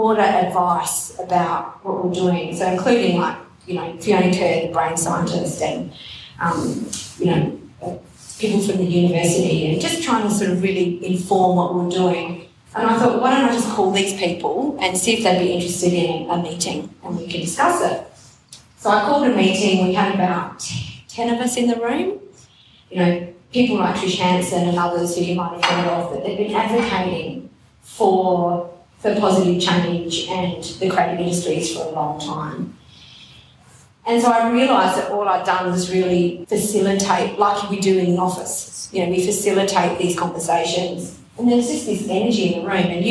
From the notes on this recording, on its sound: Adelaide Summer 2021. Live recordings from our much loved Seasonal Salon series.